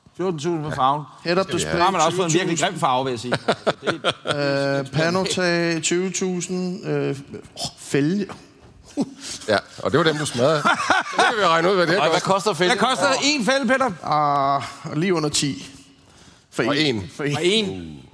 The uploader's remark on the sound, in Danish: LIVE fra Jyllands Porsche-fest! Graukasse med publikum! Derfor laver vi en LIVE-optagelse når Porsche i Vejle fejrer sin 5 års fødselsdag. Husk at lydkvaliteten er lidt anderledes på vores live-optagelser. Vores lydfolk siger at det giver en autentisk stemning.